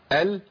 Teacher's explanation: وانا بجيب اللام بينحرف اللسان ناحيه الحافه · الاصل ان الطرف هو اللي بيجي بيجيب المخرج، لكن اللام بتنحرف قليلا جهه اليمين او اليمين، الجهه اليمنى او الجهه اليسرى. · Term: الانحراف